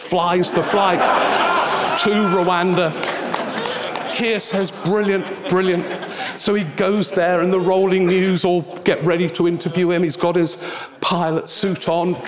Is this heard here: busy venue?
yes